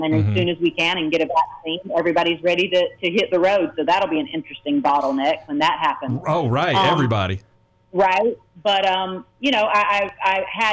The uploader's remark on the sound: called in to chat